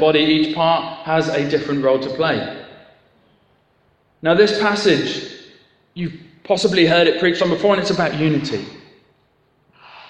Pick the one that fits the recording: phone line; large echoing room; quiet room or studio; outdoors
large echoing room